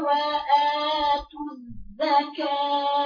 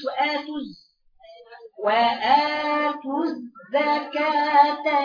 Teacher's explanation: ارجعي في الزاي المشددة ما تخليش فيها ضمة · Shown in: first take · ما تقوليش وآتوز وآتوز زكاة ثم توليتم إلا قليلا وآتوز زكاة